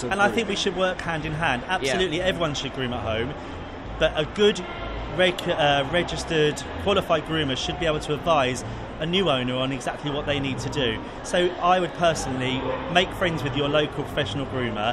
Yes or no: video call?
no